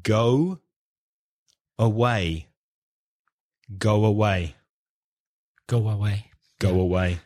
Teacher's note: We're putting in like an extra W sound between the O of go and the A of away. · Term: intrusion